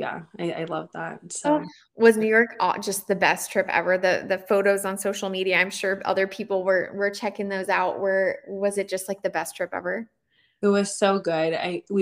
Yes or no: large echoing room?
no